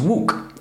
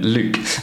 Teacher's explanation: you'll get people that say a W instead of a L sound · Shown in: first take · Term: W sound